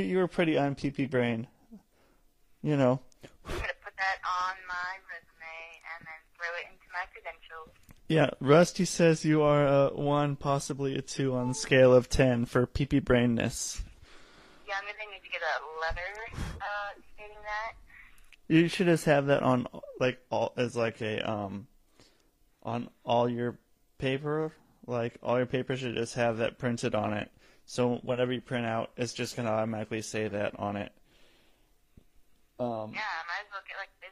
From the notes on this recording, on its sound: I have a phone in call. From Sandpoint Idaho.